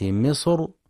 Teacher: ورجح الإمام ابن الجزري التفخيم في مصر من قوله تعالى وقالوا ادخلوا مصر، نظرا لأنها حين الوصل مفخمة لأنها مفتوحة، وقالوا ادخلوا مصر إن شاء الله آمنين.